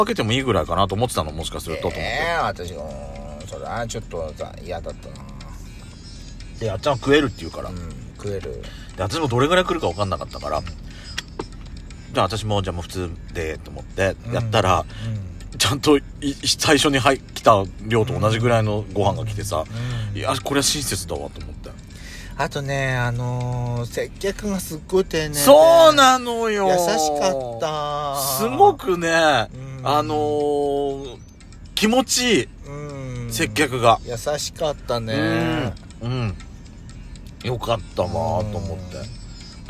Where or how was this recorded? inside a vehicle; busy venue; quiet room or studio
inside a vehicle